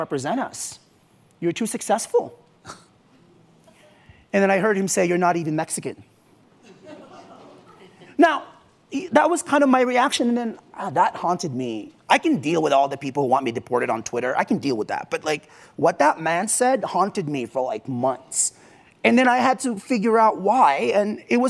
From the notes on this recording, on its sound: from the Aspen Ideas Festival.